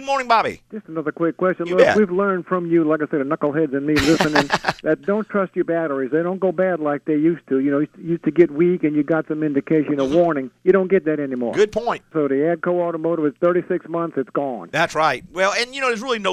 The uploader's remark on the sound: answer calls from listeners in the last live show of 2012